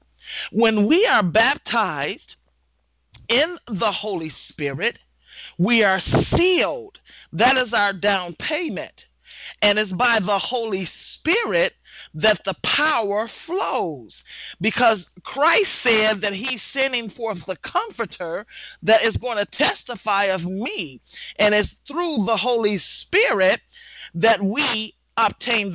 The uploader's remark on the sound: Women of Grace 1-20-2016 conference call class.